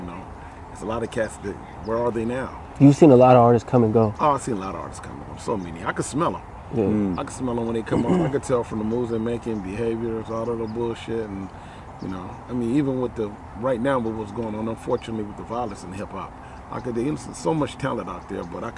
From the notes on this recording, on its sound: Recorded at Capistrano Park in Oceanside, CA.